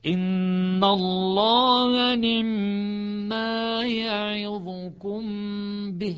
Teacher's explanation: الاختلاس شوية أخف، يعطيها ثلثي حركة. إن الله نعم ما يعظكم به، يحتاج لسرعة.